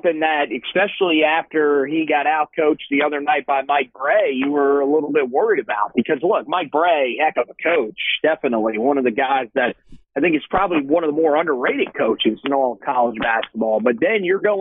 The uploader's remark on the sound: over the phone